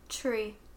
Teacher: the sound that we pronounce in tree is not a T sound. It's really more of a CH sound.